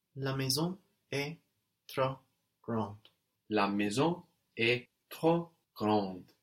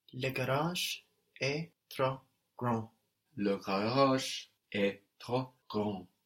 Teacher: now we don't hear the final D · Shown in: second take · No, we get G-R-A-N-D, and that D is silent.